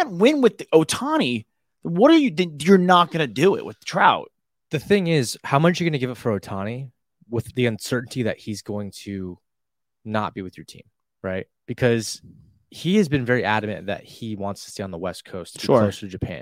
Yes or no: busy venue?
no